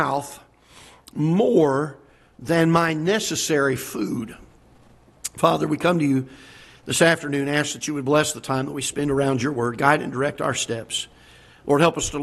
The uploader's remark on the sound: Ketha Heights Baptist Church ~ Live Broadcast